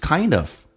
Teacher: kind 跟 of 有一个那么弱化现象直接说成 kind v 可发可不发 Kind,记住 I,饱满一点先发 R 再发 A, kind,加个 of, kind, this kind of people